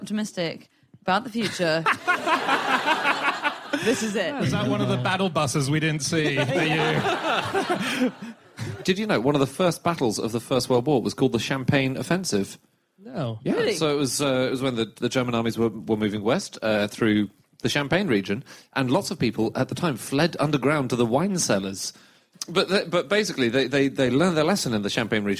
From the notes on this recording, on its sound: live from Up The Creek in Greenwich